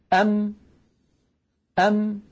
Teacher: انظروا إلى شفتي، أم كيف خرجت هذه الميم الساكنة؟ بتصادم الشفة العليا مع الشفة السفلى.